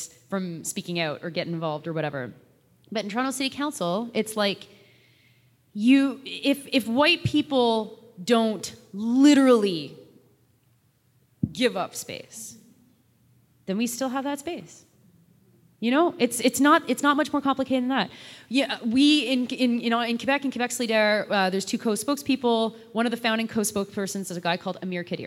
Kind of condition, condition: setting, live audience